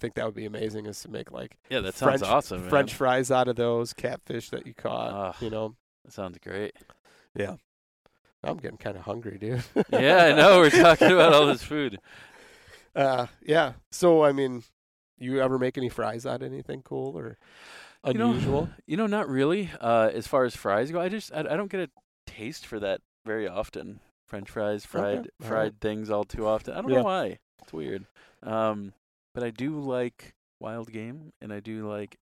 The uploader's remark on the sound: We sat in a park at a picnic table